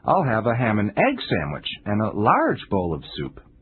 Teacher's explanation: Did you notice how the second person who ordered stressed the words egg and large?That's because those words were different from what came before. · Term: contrastive stress